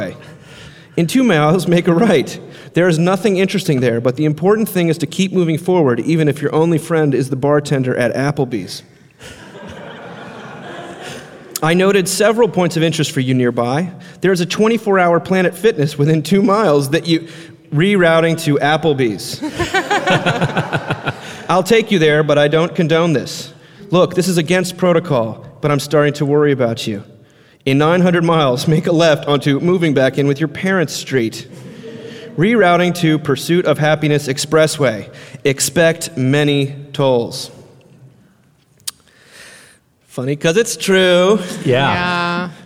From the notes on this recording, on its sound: Recorded in front of an audience at the 2018 Mockingbird Conference in New York City.